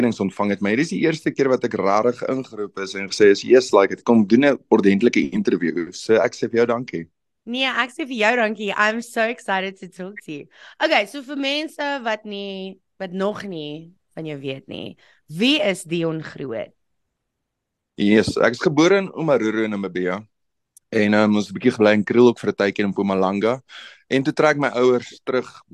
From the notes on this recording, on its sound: on a Zoom